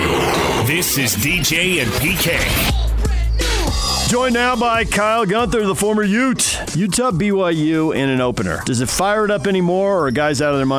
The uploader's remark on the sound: presented LIVE from Bullfrog Spas in Bluffdale.